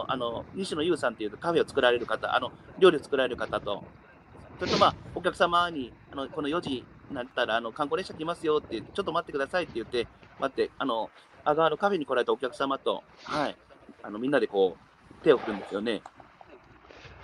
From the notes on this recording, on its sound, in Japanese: 歩くラジオ。山口県下関市。歩きながら1時間、対談する。